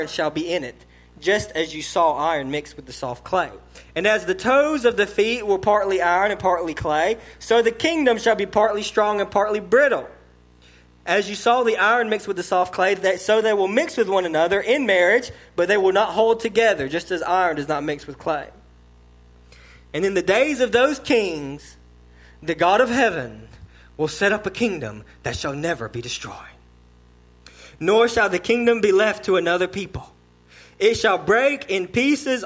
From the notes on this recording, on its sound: Learn more in this sermon delivered to Cottondale Baptist Church in Eastman, GA.